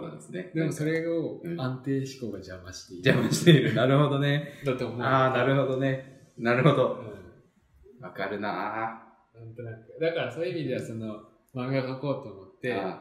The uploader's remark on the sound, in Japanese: 今回はいつもと違う環境での収録なので、少しばかりエコー味があります